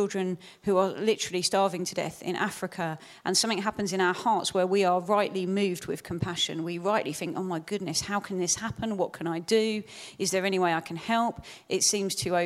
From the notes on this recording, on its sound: Proximity 2019 Seminar. Recorded at Proximity 2019.